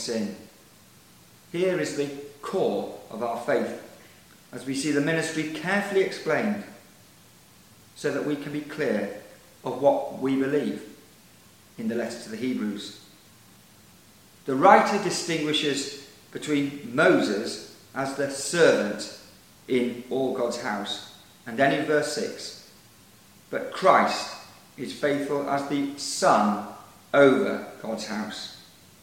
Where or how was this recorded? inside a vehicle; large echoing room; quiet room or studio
large echoing room